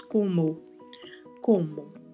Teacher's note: A gente sempre vai fechar um pouco mais o O. Então, o primeiro O é um pouco difícil de fechar porque ele é seguido da letra M, né?